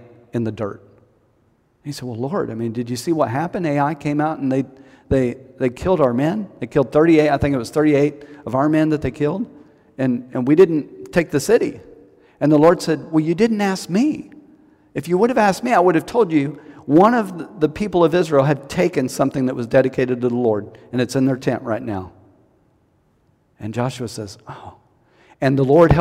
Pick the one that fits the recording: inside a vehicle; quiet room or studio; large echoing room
large echoing room